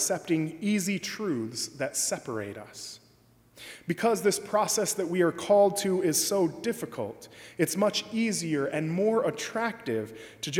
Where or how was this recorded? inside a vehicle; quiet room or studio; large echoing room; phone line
large echoing room